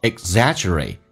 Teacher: 那个 g 这个发音可以轻一点点，似听到没有听到，当两个辅音在一起的时候